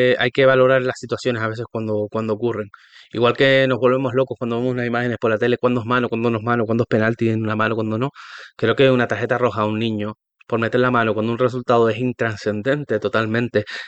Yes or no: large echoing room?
no